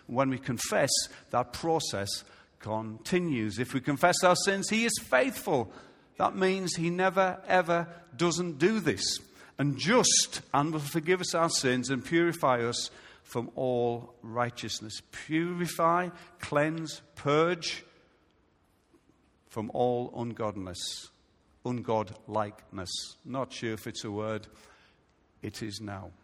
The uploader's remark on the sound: Recorded live at Life Church on Sunday 2nd July 2017.